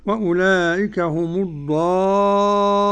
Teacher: الضالون مد لازم ومد ست حركات لجميع القراء